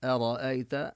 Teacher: قال أرأيت إذ أوينا إلى الصخرة فإني، قال نبين القاف مفخمة، أرأيت نرقق الهمزة ونفخم الراء، والياء حكمها أنها حرف لين نبينها أرأيت، لا نمدها كثيرا أكثر من المد الطبيعي، لا نبينها كما نبين حروف المد.